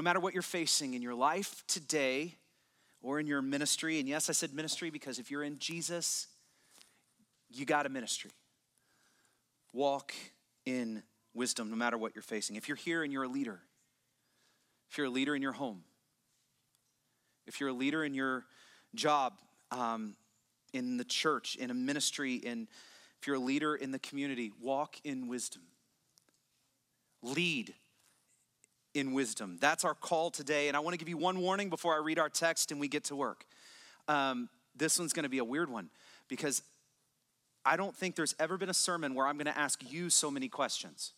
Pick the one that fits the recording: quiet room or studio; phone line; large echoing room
large echoing room